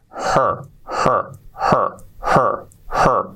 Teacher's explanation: la E no existe porque se lo come la R, que tenemos que hacerla así, muy fuerte, her, her, her, her, her.